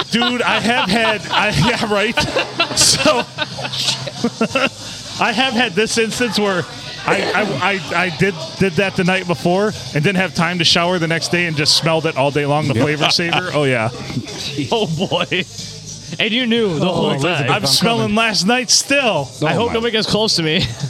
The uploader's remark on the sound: we record on a Monday from Bench Warmers in Sandusky